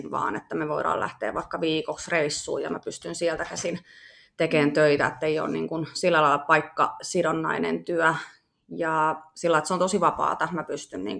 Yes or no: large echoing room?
no